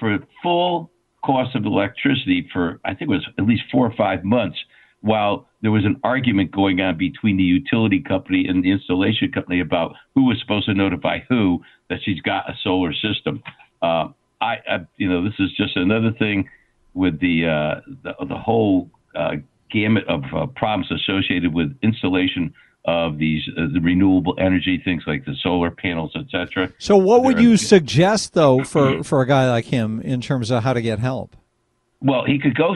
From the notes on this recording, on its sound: Take some awesome phone calls.